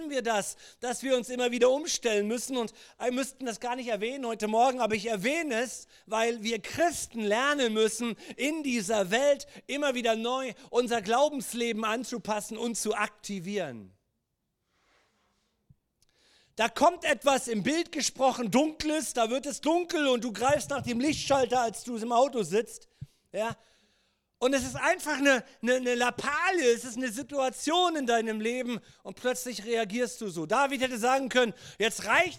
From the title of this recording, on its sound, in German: Gottesdienst Predigt